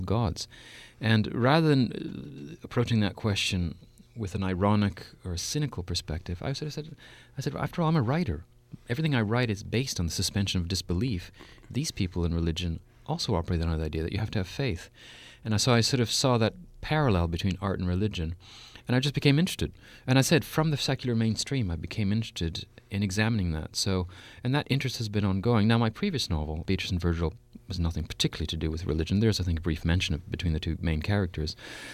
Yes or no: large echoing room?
no